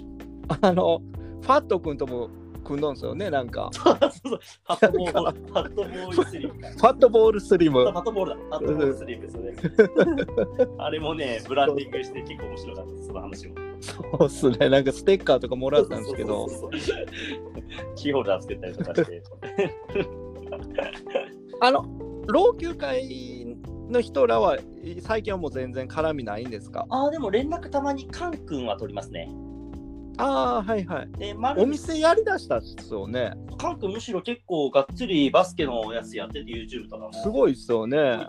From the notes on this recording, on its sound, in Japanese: リモート収録。